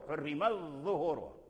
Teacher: أن ورشا أدغم تاء التأنيث في الضاء · Term: إدغام